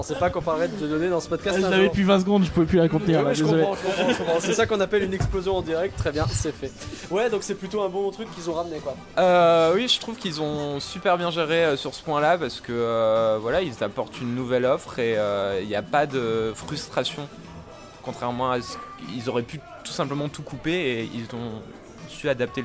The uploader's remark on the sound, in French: Réouverture de Disneyland Paris en direct ! Le tout en direct du parc.